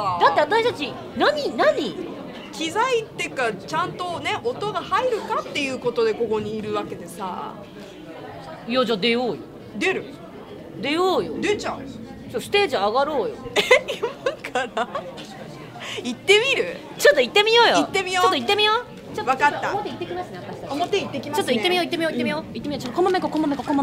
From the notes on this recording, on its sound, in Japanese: 会場で録音を強行。